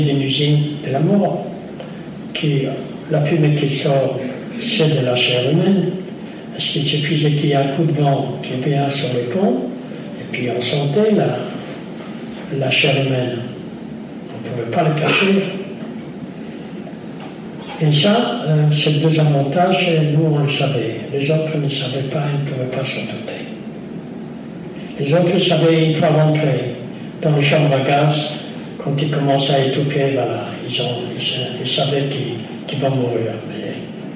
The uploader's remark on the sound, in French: Lors de cette conférence. Répond aux questions de l'assistance.